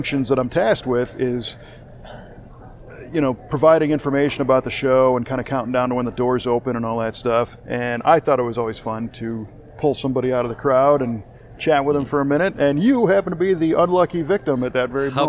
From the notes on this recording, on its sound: This was recorded in the Grand Lobby of the Las Vegas Convention Center a couple days before show opening. Chat before the opening of the 2019 SEMA Show in Las Vegas. Yes, people asked him where the restroom is.